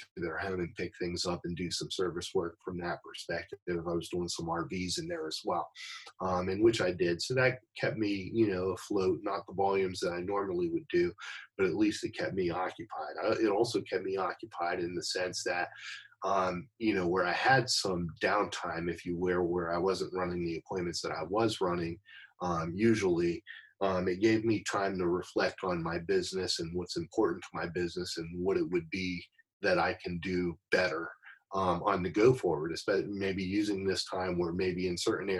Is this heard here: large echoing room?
no